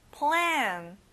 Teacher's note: 에 발음이에요. 입을 크게 벌려보세요.